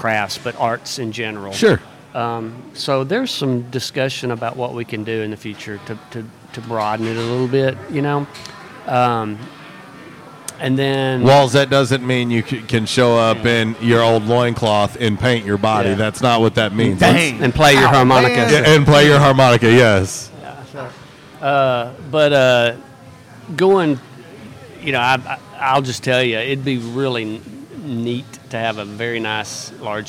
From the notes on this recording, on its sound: Downtown Jonesboro BBQ & Music Festival, LIVE from J'Town's Grill. RWRC Radio on 95.3 The Ticket/AM-970, Ritter Communications Tubetown 21!